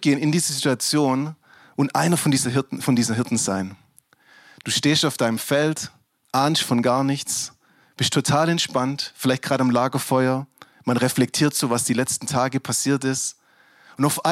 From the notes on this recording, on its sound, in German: Christmas at Lifepoint. DIe Predigt unseres Weihnachtsgottesdienstes.